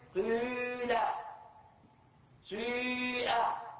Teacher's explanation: في سبت بالقراءات السبعة إشمام الياء الكسرة والياء بعدها ضمة. شو بتصير؟ بتصير ياء ممزوجة بواو